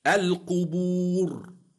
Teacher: القبور الراء ساكنة لأجل الوقف وقبلها واو مادية تفخم